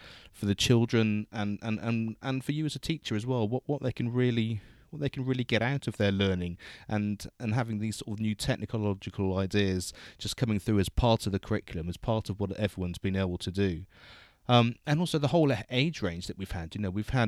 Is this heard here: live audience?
no